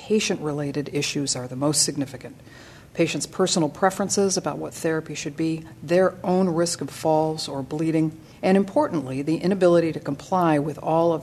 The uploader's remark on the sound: Recorded on December 5th, 2010, during the 45th ASHP Midyear Clinical Meeting and Exhibition in Anaheim, California. The content for this podcast was adapted from an interview.